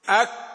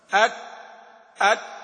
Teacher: الكاف والتاء شديدة لكنها مهموسة